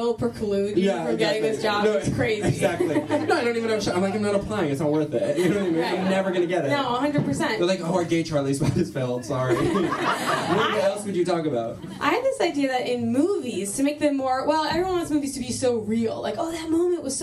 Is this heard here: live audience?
yes